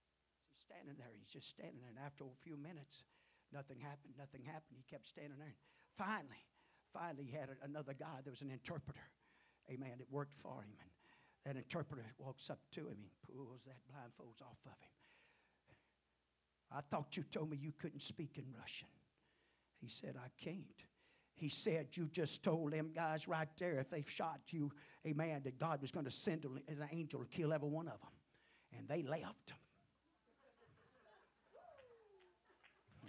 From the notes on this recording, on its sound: at the First Jesus Name Church of Benndale on the Wednesday night